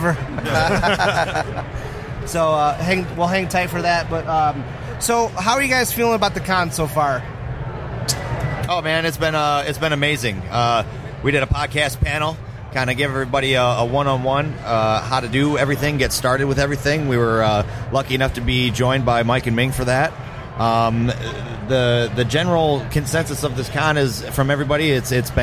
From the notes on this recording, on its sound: Live From Motor City Comic Con